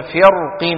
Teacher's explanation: كانوا يفخمون هذه الراء فيقولون فرقين ولو كان حرف الاستعلاء مكسورا